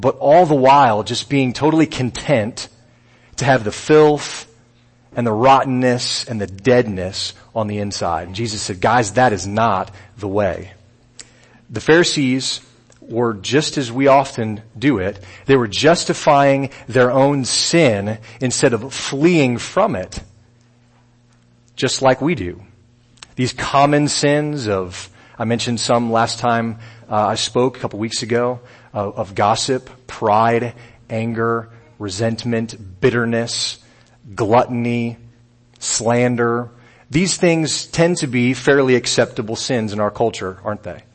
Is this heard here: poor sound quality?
no